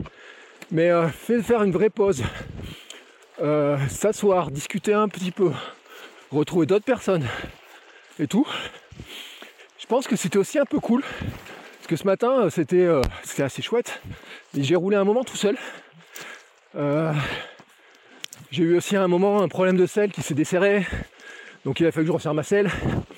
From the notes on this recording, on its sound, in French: mon tout premier Gravelman en live depuis le vélo